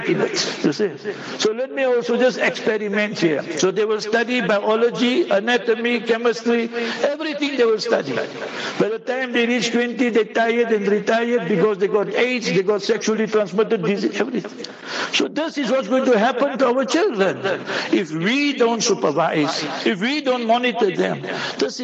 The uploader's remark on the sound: Jumah Lecture at Rainbow Masjid